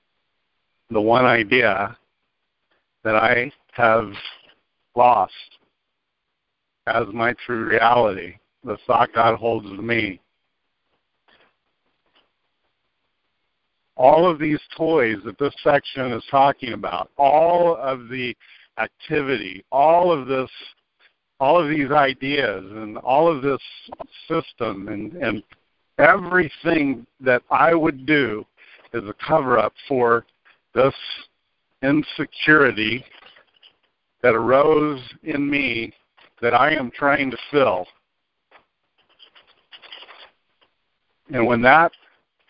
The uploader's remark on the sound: ACIM Daily TEXT Conference Call